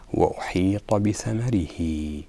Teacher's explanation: مدة الكسرة التي تحتها الضمير وأشبعت وكأنها أصبحت ياء، أو فعلا أصبحت ياء لكن ياء مقدرة في الصوت فقط.